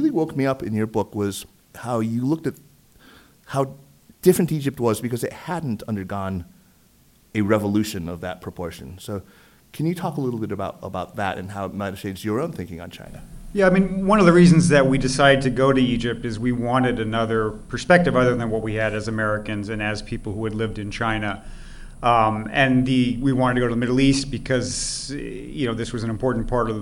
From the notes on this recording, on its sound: Live at the NEXTChina 2021 Conference in New York. A live show taped. At the fourth annual NEXTChina Conference at the China Institute in New York.